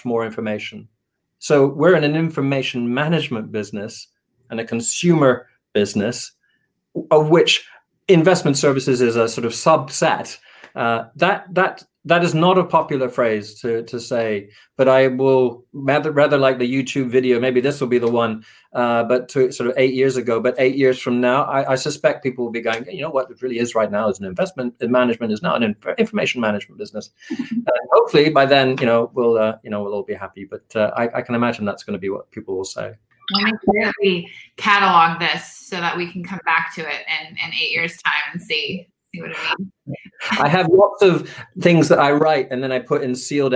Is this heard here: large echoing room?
no